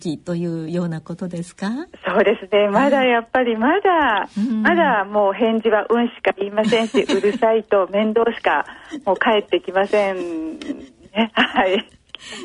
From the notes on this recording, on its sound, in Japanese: 受賞者への電話インタビューの模様をお聞きいただきます。